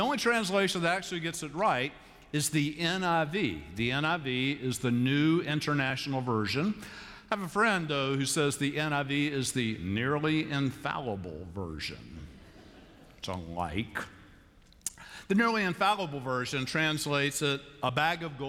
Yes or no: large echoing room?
yes